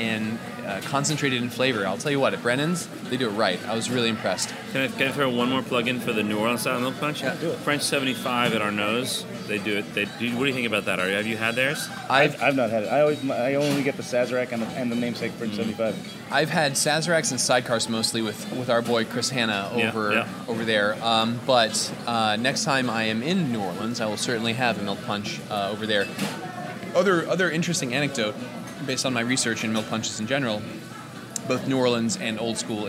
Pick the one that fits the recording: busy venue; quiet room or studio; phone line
busy venue